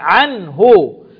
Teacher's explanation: النون الساكنة بعدها الهاء إظهار حلقي